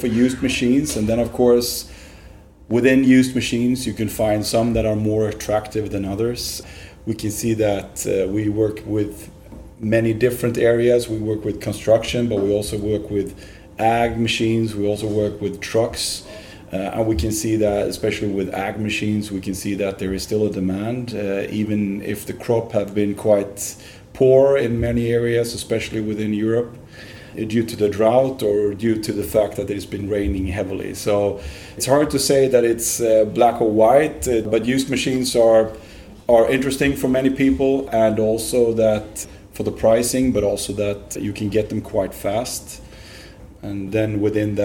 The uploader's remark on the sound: Listen to our live report from the Start up Stage 2023. NordBau 2023. Listen to our live report from the Start up Stage 2023.